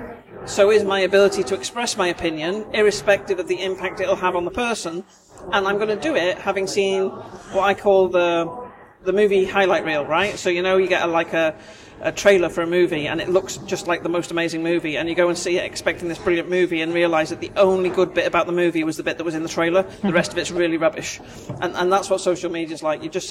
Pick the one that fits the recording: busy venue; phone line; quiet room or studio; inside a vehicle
busy venue